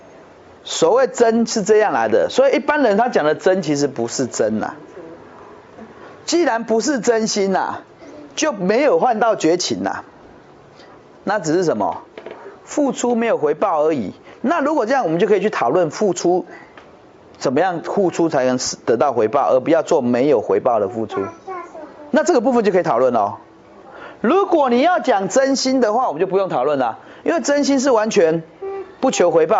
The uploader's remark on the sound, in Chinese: 現場演講